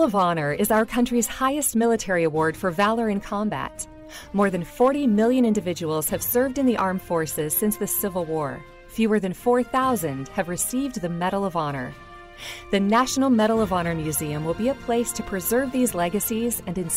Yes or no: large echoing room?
no